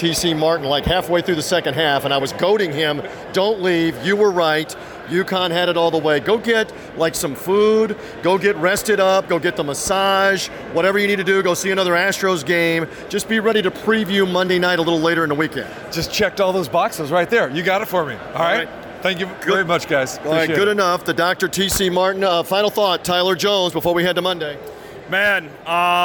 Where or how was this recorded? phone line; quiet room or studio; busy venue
busy venue